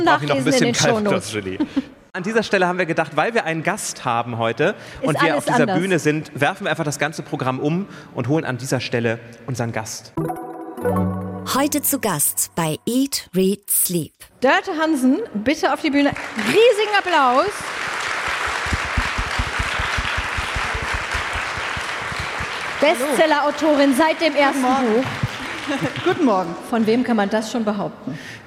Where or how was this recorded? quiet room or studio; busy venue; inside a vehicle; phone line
busy venue